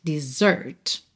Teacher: E esse S tem som de Z, right? Desert.